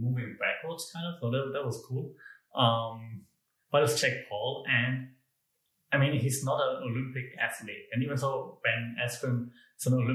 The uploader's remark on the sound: Comes to you from a new studio room with lots of echo sorry, recorded right after moving - will be better with furniture next time.